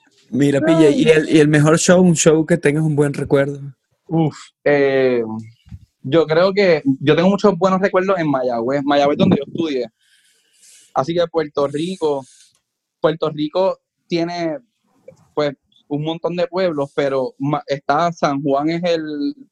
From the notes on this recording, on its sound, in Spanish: hablamos vía Zoom